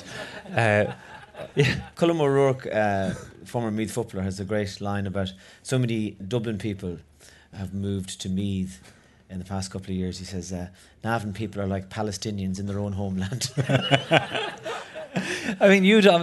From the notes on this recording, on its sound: Live at Vodafone Comedy Festival. In front of a live audience at the Vodafone Comedy Carnival.